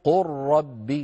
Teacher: فاللام تدغم في الراء ويصير النطق قل ربي ولا يبقى من اللام شيء، هذا في حال الوصل.